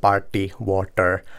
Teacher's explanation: Et meillä on niin kuin dentaalisia äänteitä, jotka on meille vähän tutumpia, mutta sitten meillä löytyy semmoisia retrofleksiäänteitä, jossa me käännetäänkin kieltä kohti kitalakea